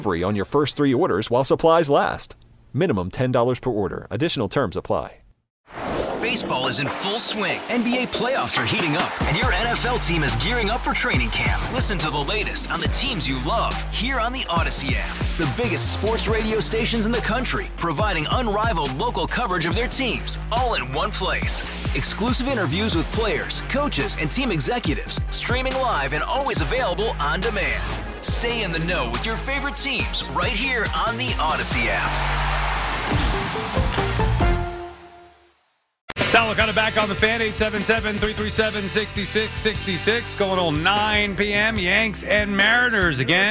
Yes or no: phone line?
yes